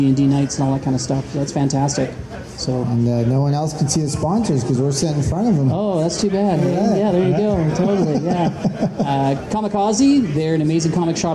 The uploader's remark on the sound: We recorded the show live at the RPG gathering: AardCON! Was taped in front of a live audience...